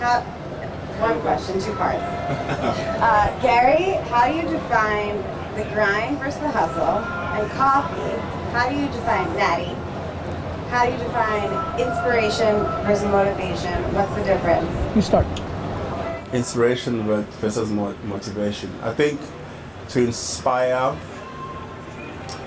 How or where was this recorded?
outdoors